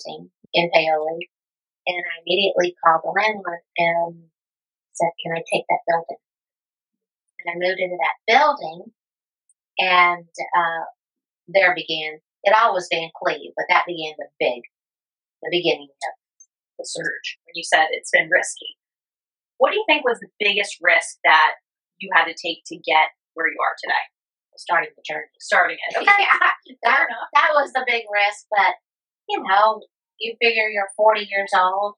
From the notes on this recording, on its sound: Podcast Audio Disclaimer: Due to the circumstances of this recording, which took place live and in person, there might be occasional imperfections or variations in sound.